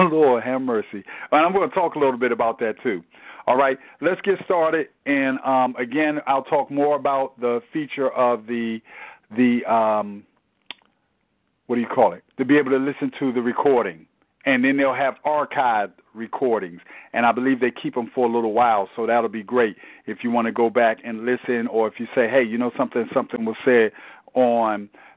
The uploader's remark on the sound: Tele Bible Study. Enon MBC Bible Study conference call.